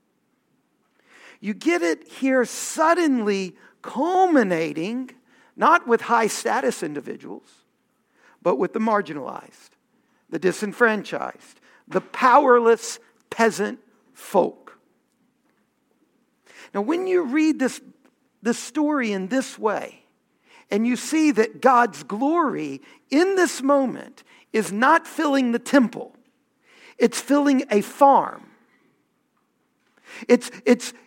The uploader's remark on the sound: Homily from our Festival of Lessons and Carols